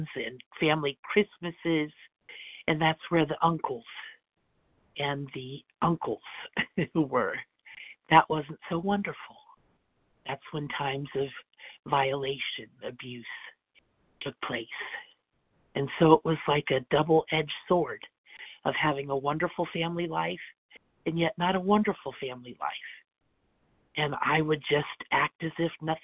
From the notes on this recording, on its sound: 100 Pounders Phone Meeting